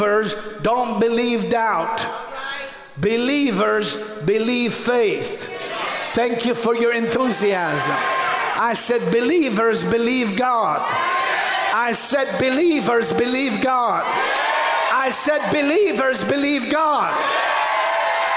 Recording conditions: large echoing room